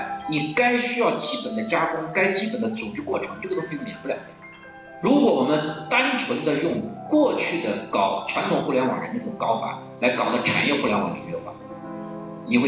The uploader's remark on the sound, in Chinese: 现场录音